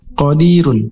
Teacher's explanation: Berharakat domah tanwin di penghujung ayat dan dibaca dengan tafhim atau tebal, dan bila diwakafkan tetap tebal mengikuti asal harokat domahnya.